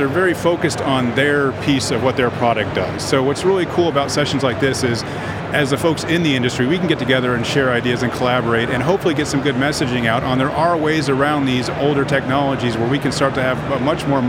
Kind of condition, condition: setting, busy venue